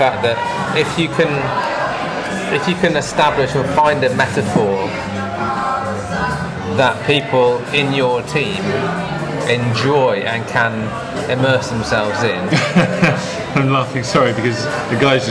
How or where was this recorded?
busy venue